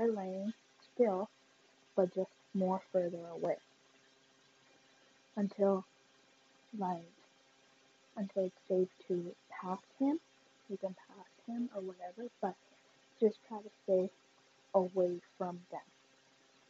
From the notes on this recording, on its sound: Please excuse the bad audio not sure why it’s like that